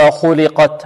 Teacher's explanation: الخاء مفخمة واللام مرققة